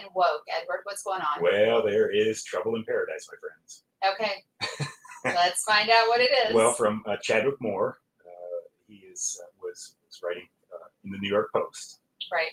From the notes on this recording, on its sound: We apologize for any audio quality issues.